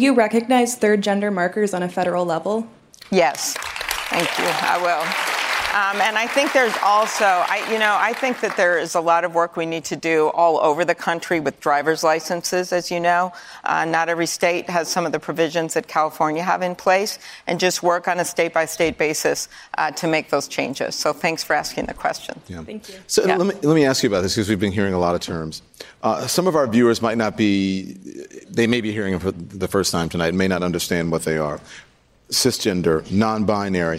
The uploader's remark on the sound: A live town hall. At The Novo in Los Angeles.